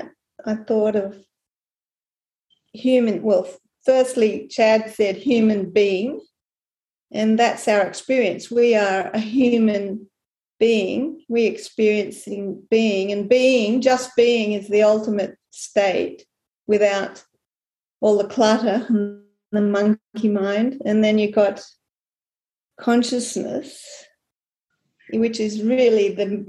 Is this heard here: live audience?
no